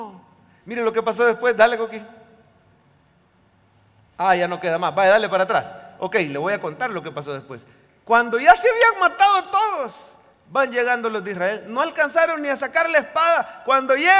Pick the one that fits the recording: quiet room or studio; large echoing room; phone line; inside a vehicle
large echoing room